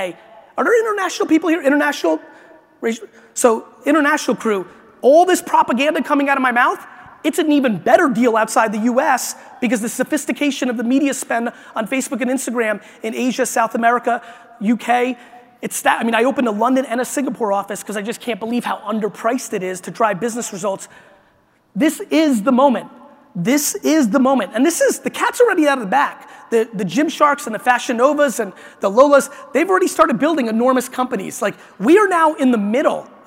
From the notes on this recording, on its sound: This is a keynote I gave in Vegas at the International Franchise Association